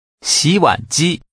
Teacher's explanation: The tones are rising, falling rising, and high level.